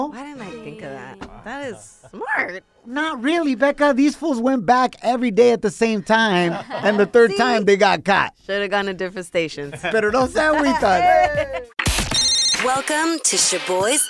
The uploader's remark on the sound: we opened up the phone lines